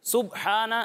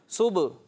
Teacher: با کی آواز جو یہ ہل رہی ہے نا، یہ ہے کلکلا · Shown in: second take · ٹھیک ہے. یہ کلکلا ظاہر ہونا چاہیے آپ کا.